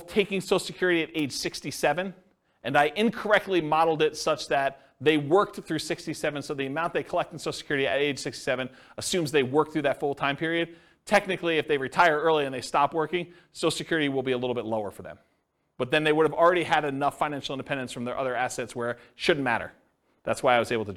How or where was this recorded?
live audience